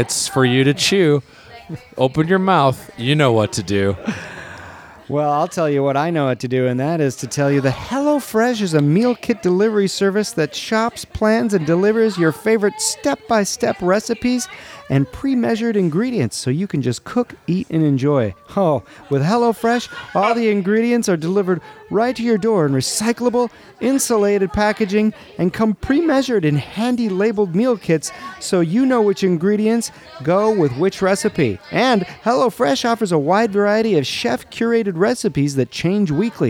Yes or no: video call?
no